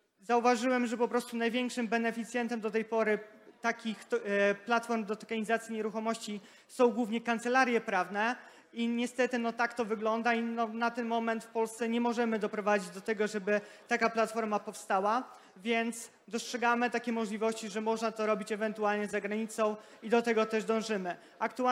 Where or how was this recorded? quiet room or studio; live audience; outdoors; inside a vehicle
live audience